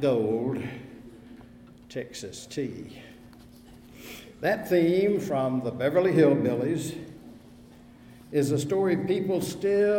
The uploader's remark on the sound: Audio from the service was not available; this recording is from the Wednesday noon service of First Presbyterian Church, Raleigh.